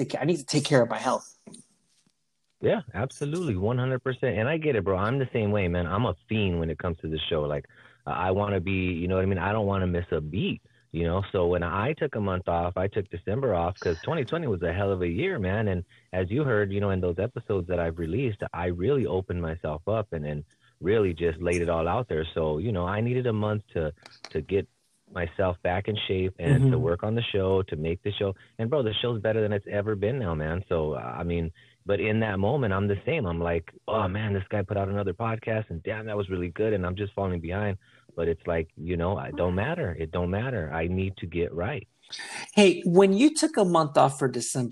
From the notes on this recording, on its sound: phone interview